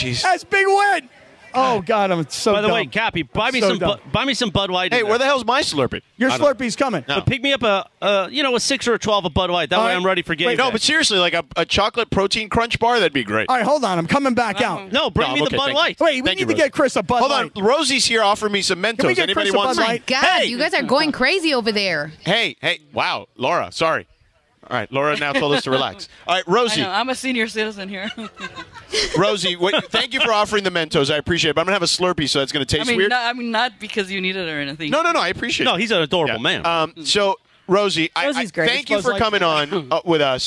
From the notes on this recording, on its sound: Live From Covina. The crew is live from 7/11 in Covina! The COT and the 626 represent at the 7/11 live remote for LIT!